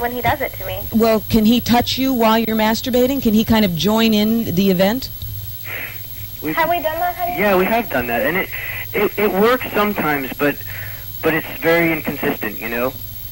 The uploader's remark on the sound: This is a caller on my Saturday night live show.